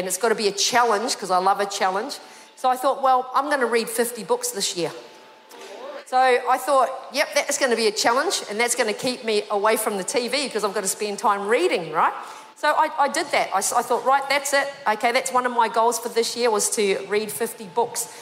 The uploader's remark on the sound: This was recorded in our 9am service on the 8th of Januray, 2023